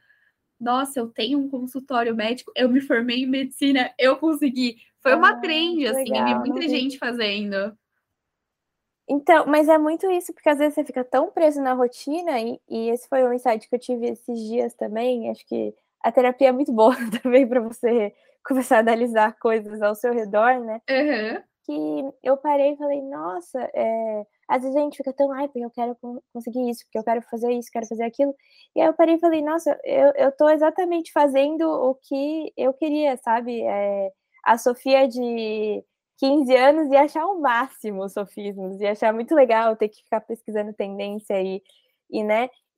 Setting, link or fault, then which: link, video call